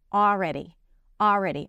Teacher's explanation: she pronounces it with the L, already, but know that you can drop the L